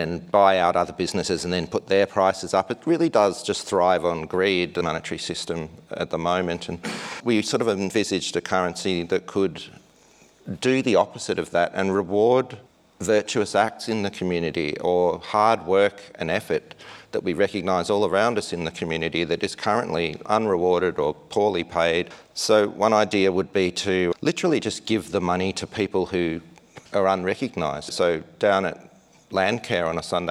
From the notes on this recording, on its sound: The audio in this episode was recorded at a live event that was held as part of the Castlemaine fringe arts festival